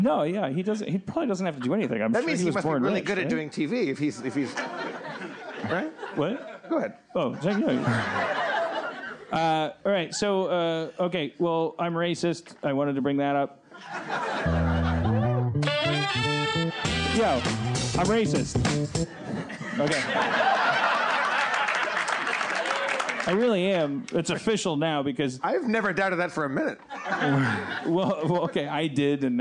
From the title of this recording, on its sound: Live From The SeeSo Launch at the New York Television Festival 2015